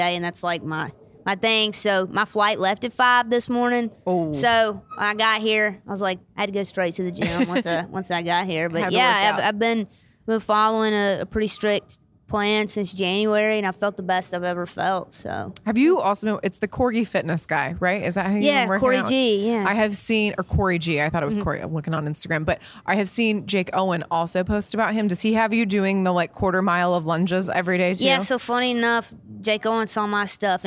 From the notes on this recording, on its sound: backstage at Audacy's Leading Ladies Live